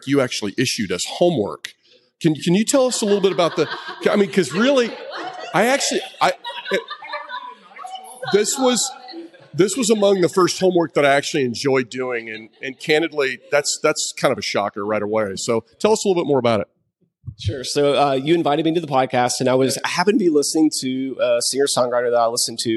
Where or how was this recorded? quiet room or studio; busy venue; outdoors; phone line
busy venue